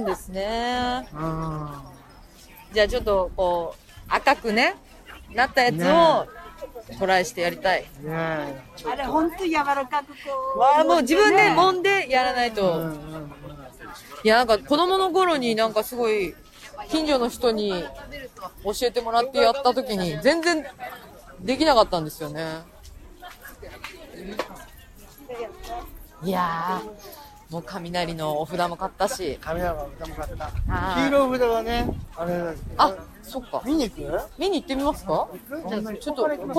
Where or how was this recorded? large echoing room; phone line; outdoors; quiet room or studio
outdoors